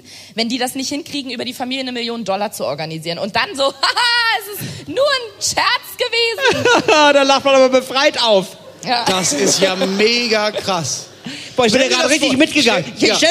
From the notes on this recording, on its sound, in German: Live vom Podcastfestival Hamburg. Live MIT Herrengedeck vom Podcastfestival Hamburg.